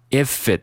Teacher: 那我们注意到 t 呢直接失去爆破了，读成 ifit，我没有读成 ifit。而是读成了 ifit。那把 often 和 if 和 it 进行连读，那就变成了 often ifit，often if it